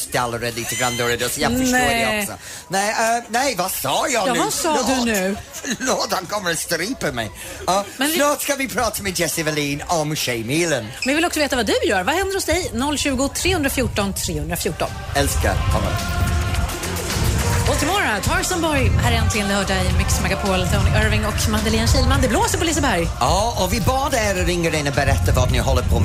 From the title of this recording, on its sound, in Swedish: Live från Liseberg